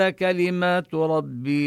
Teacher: كلمات نمد الألف مدا طبيعيا ونمد الياء من لفظ ربي